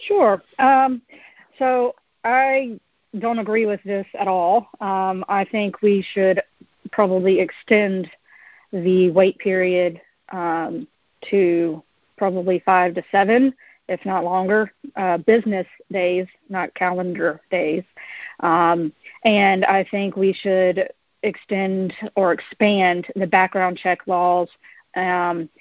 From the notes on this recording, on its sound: live telephone town hall recorded on March 13, 2021